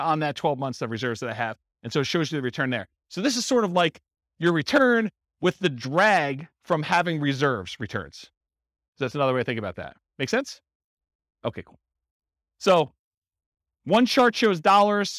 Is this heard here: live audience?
yes